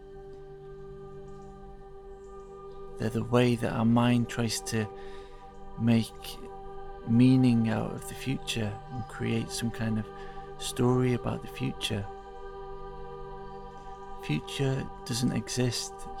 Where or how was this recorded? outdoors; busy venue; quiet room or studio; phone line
outdoors